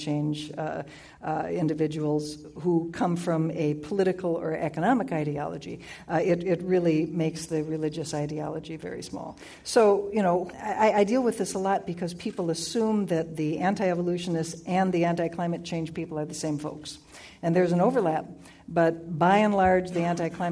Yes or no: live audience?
yes